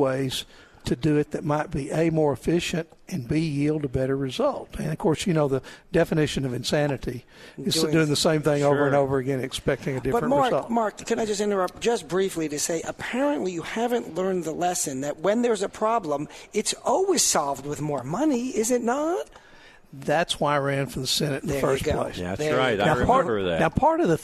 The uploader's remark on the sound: Live at the State Capitol for Filing Day